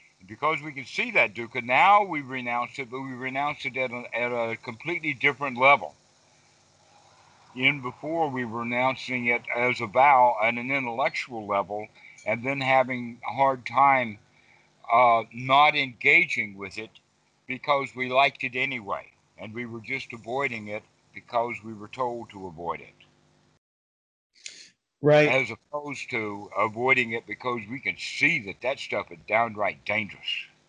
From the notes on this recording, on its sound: skype calls on this channel